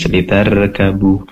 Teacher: Yang ingin kami sampaikan ketika membaca litarkabuha di sini ro sukun yang didahului oleh fathah, tentunya ro-nya berubah menjadi tebal dengan cara mengangkat pangkal lidah ke atas. Lidah yang paling belakang diangkat ke atas.